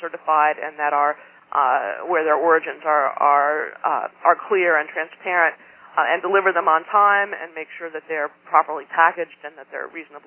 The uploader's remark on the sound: Call recorded on September 22, 2011.